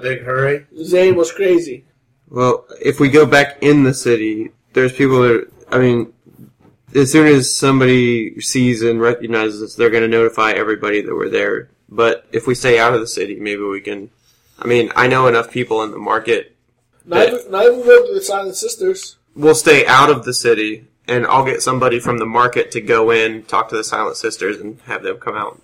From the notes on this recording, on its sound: The sound quality of this episode was very up and down. I spent way too much time trying to equalize the highs and lows.